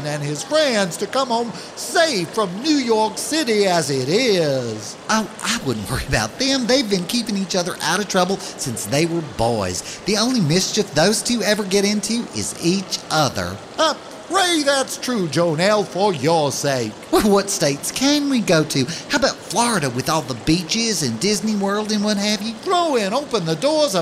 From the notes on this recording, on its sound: Live from center court at one of the worst shopping malls in the deep, deep, deep South. Fights off irate security guards, a water feature no one seems able to turn off, the blender at Orange Julius.